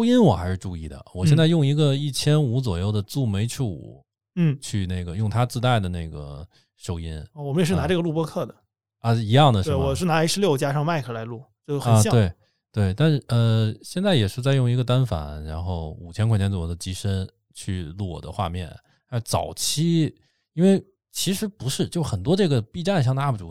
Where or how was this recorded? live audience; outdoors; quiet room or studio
quiet room or studio